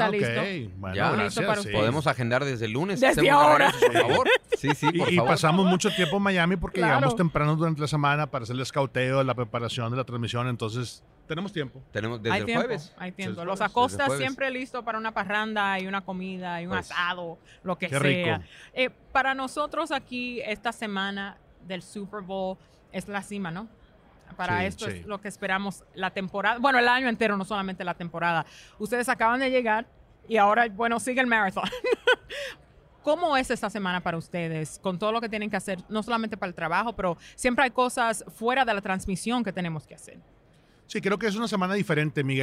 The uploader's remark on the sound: Live From Radio Row